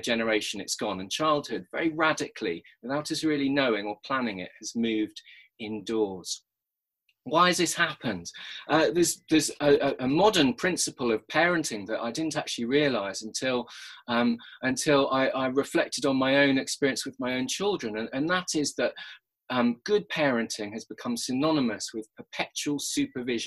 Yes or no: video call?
yes